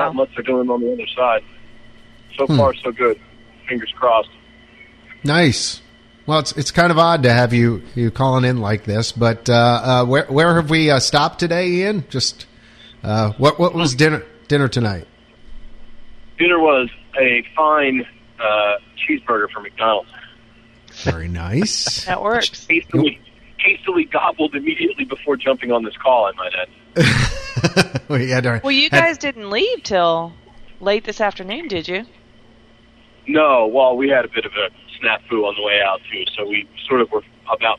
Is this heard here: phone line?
yes